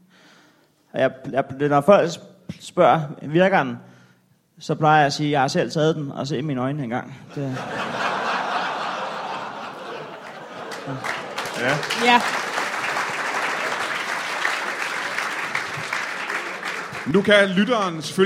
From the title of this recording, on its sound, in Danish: LIVE fra Comedy Zoo København